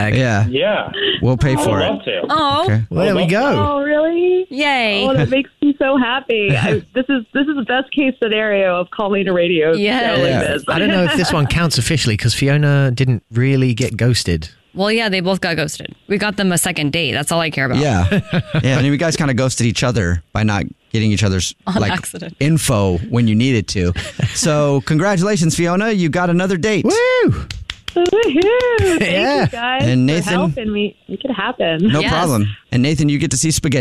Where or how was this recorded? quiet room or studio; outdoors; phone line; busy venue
phone line